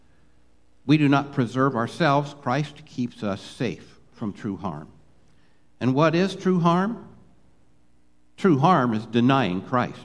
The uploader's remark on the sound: Live Worship Service